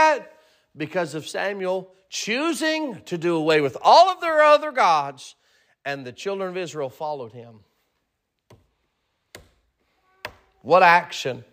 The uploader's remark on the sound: Sermon preached at Mid County Baptist Church